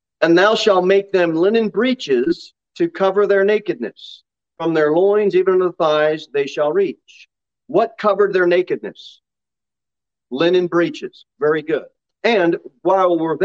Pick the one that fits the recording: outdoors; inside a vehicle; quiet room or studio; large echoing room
large echoing room